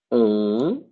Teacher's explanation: Là, il est grave, d'accord? On sent que c'est très vraiment très bas. · Term: le son on